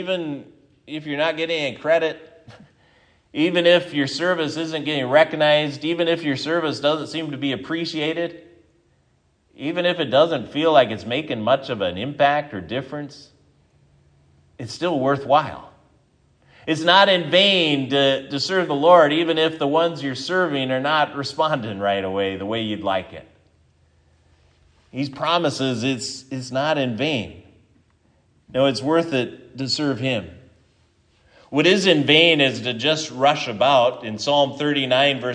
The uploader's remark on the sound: This is the sermon from Sunday Sept 3, 2023 at Triumph Lutheran Church, Ferndale, Washington